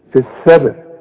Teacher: قلقل الباء يعني ايه قلقلها زلزلها